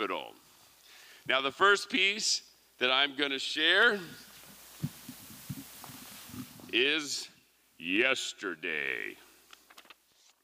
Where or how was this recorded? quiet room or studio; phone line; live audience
live audience